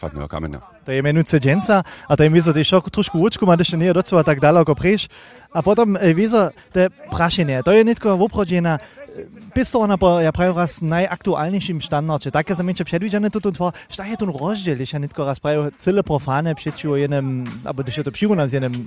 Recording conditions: outdoors